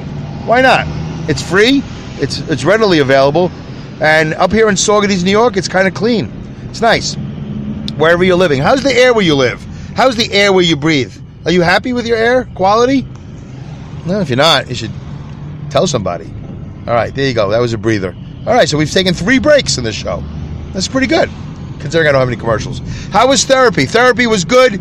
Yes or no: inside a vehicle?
yes